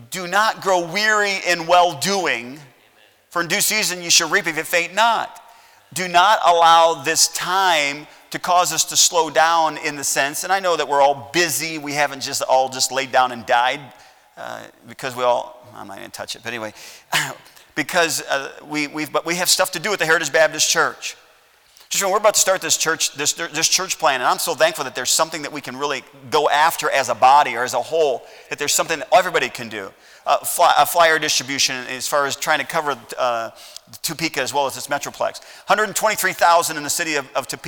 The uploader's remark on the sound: at Heritage Baptist Church, Lawrence Kansas